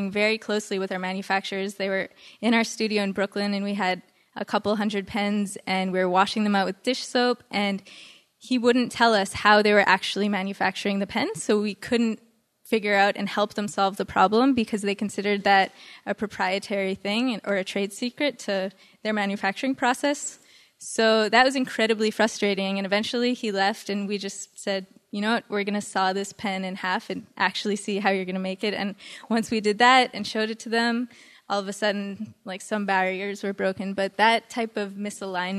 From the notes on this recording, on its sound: Recorded Live In Brooklyn. We recorded a special live episode of The New Disruptors in Brooklyn's fantastic DUMBO district in the Galapagos Art Space as part of the Nearly Impossible conference.